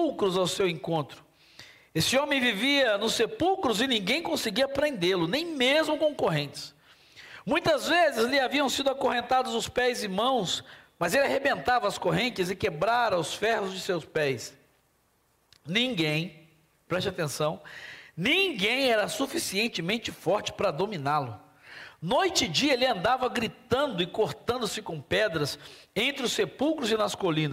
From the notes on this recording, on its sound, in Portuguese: durante a nossa Celebração ao vivo